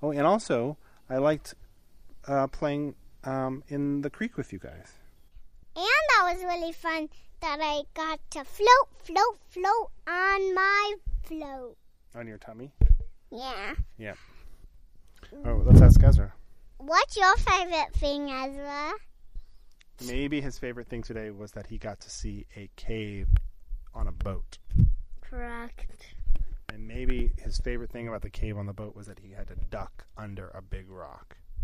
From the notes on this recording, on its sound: Apologies for the imbalanced audio on this episode. It was our first attempt to use the new mic.